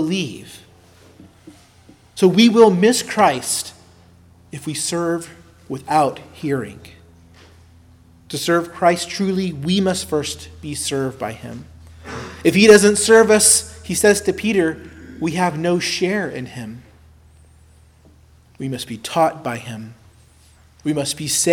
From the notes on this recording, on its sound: preached at Christ Our Savior Baptist Church